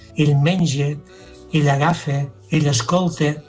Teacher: Ell menja, ell agafa, ell escolta, és a dir, que la vocal neutra, que és del central, aquí la fem a Solsona amb una e tancada